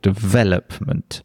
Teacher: obviously it has the stress on the second syllable · Term: word stress